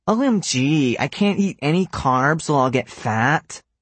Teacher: She adjusted her voice to a whiny, nasally pitch.